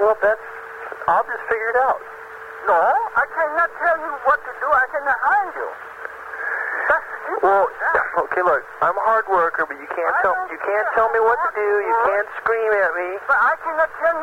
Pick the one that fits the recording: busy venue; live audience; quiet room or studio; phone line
phone line